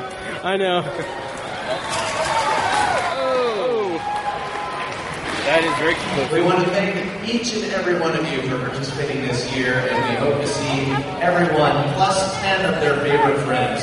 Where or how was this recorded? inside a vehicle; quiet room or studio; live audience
live audience